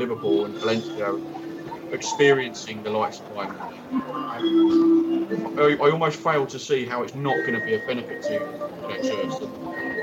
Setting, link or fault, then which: setting, outdoors